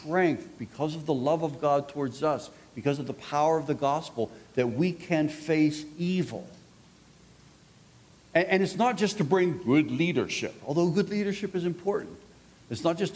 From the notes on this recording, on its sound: This resource was recorded live at the 2018 Institute: Loving Wayward Souls: Grace for our Prodigals.